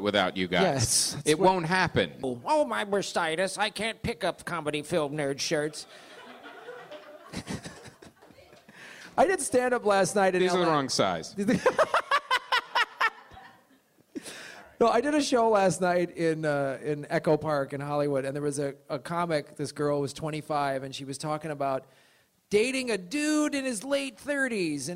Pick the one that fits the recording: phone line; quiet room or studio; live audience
live audience